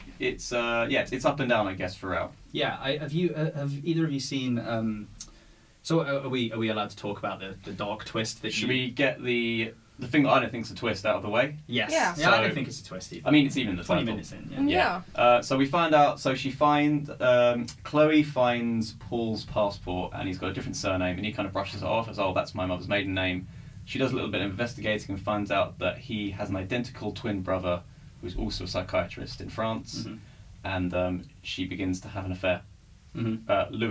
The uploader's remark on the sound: Due to unforeseen circumstance the audio quality in this episode of the Curzon Film Podcast is not to our usual standard.